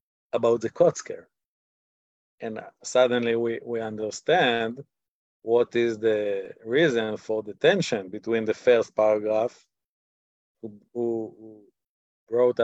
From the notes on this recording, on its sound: This audio was originally captured from Zoom.